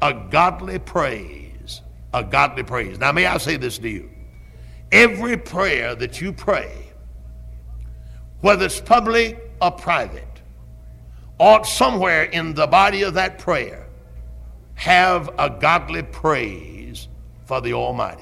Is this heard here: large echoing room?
yes